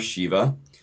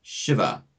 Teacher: When you say the name of this deity in Sanskrit, the name is Shiva, with a short I, Shiva. · Shown in: second take